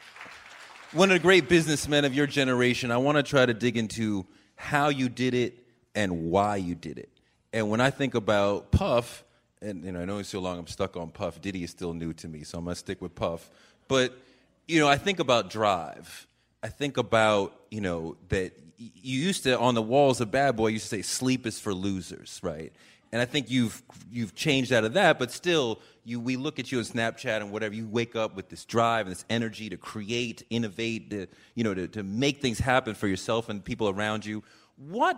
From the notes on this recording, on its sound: Held in front of an audience at the New School.